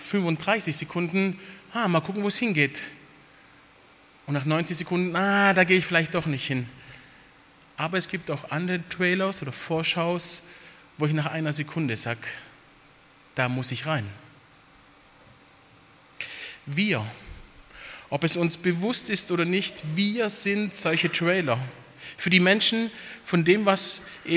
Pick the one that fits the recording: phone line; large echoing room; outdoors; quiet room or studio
large echoing room